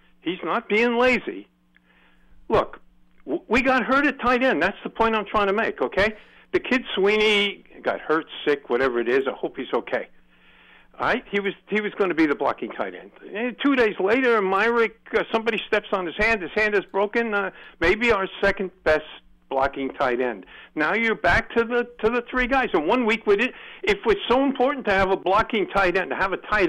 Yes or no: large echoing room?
no